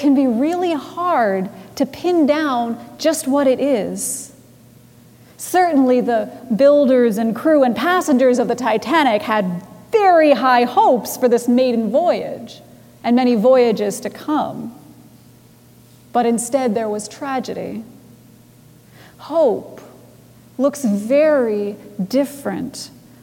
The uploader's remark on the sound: Recorded live on July 28, 2019 at Trinity Presbyterian Church in Bixby, Okla.